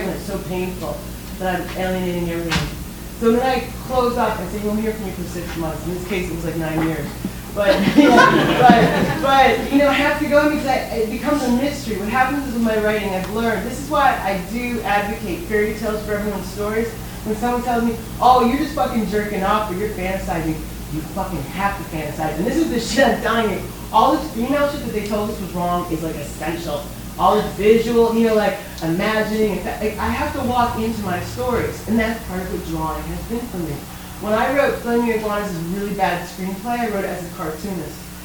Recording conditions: live audience